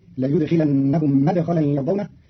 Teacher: قرأ قارون مدخلا بفتح الميم فتصير لا يدخلنهم مدخلا يرضونه، فيقدر له فعل مطاوع أي ويدخلكم فتدخلون مدخلا.